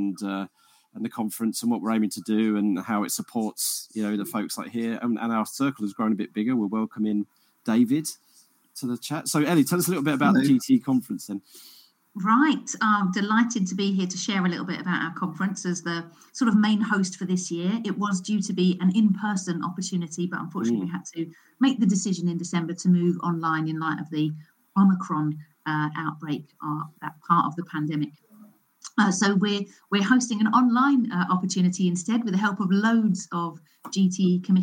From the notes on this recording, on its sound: On (Remote) Location at the GTE Conference 2022. At the coffee breaks in-between sessions.